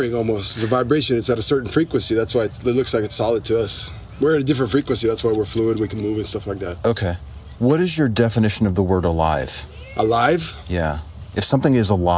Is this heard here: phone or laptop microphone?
yes